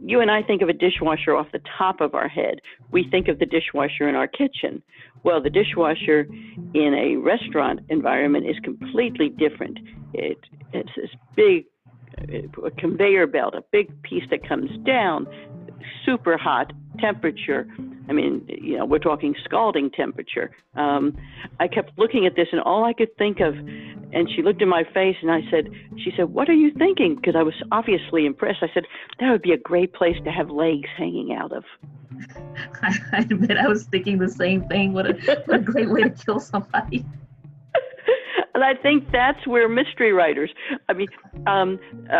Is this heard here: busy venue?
no